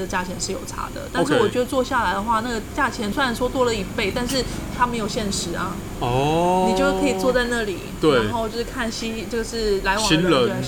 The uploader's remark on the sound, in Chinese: 本集白噪音指數：微風級 2/5。錄音地點： Parko Parco 的室外用餐區。